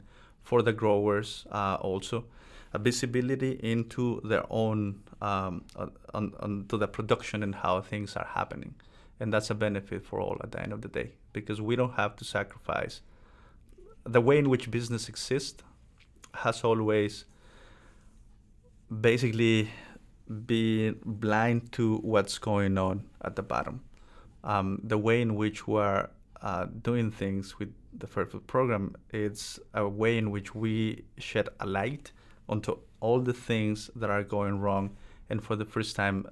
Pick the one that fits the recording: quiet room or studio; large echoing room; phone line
quiet room or studio